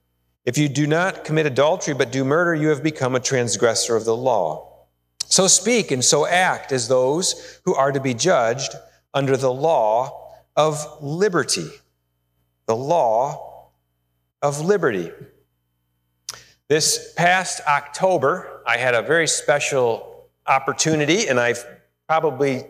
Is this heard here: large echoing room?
yes